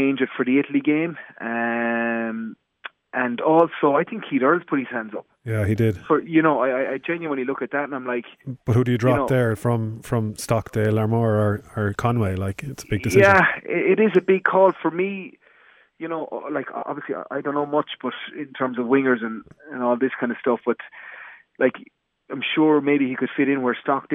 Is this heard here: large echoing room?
no